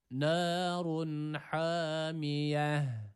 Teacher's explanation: Hamiye kelimesindeki ha harfini de h harfiyle karıştırmayalım. Burada h harfi yok. Burada boğaz harfi olan ha var.